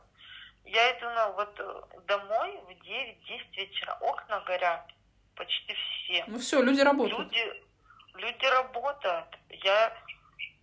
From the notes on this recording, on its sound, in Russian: Весь мир на удаленке, а мы не отстаем. Записываемся по телефону.